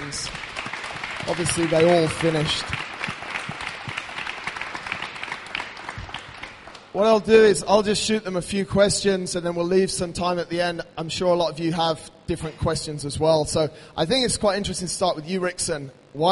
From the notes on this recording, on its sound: hosted them on stage